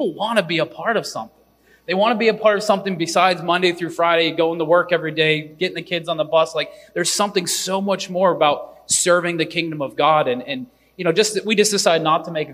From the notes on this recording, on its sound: Pastors and leaders from around the country gather together at our leadership conference. Here’s one of the recordings from our 2023 Leadership Conference.